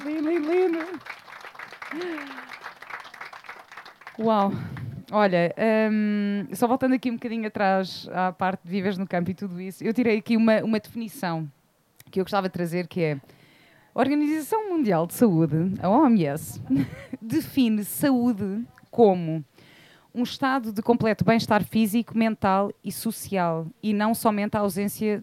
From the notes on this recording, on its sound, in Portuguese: Neste episódio gravado ao vivo no Wanderlust Madeira.